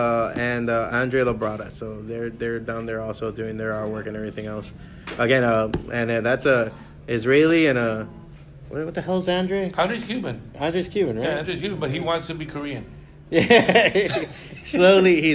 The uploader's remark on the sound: Great panel we did at Otakufest in 2019